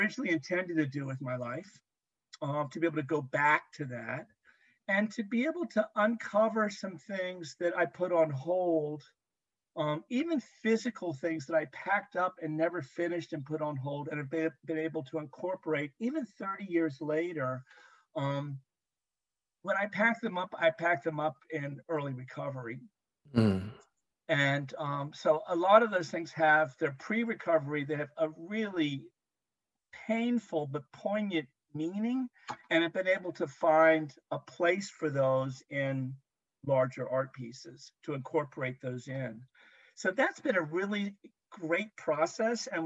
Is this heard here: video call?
yes